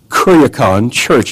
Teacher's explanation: Now the K has softened to the CH